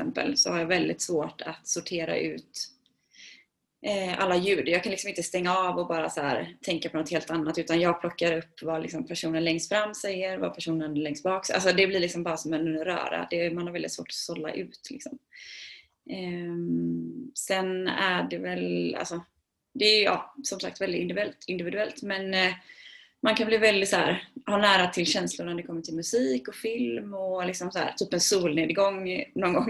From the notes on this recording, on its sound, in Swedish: Snälla ha hänsyn till ljudet då vi pratar över skype så ljudet är såklart inte det bästa.